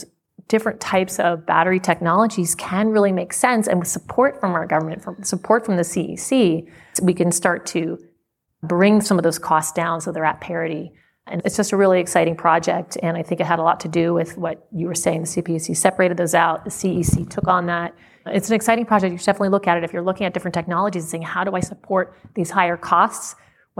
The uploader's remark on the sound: Was recorded before a live audience in Los Angeles at Voltility’s US Energy Storage Market Outlook 2024, hosted by Milbank LLP.